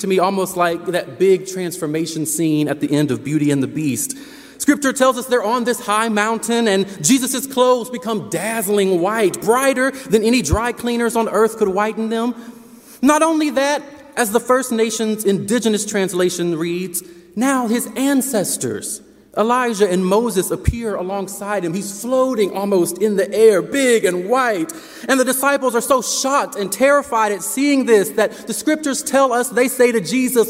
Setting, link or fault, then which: setting, large echoing room